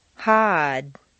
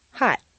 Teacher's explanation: Words that end in an unvoiced consonant are on a smaller, shorter stair step. · Shown in: second take